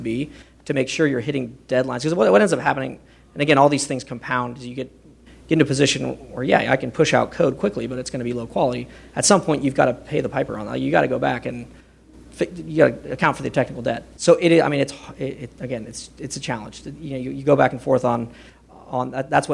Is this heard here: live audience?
yes